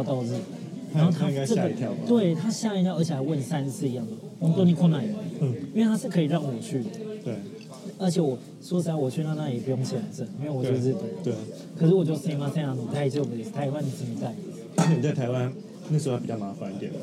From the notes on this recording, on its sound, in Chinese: 東京居酒屋夜談。本集節目在居酒屋內錄音，環境吵雜。這一集節目在有樂町和新橋之間的高架橋下居酒屋，邊吃邊聊收音。環境音依然有點吵雜，敬請多多包涵！